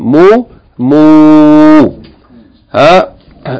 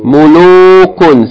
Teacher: The long vowel, yani dhamma elongated by waw with sukoon.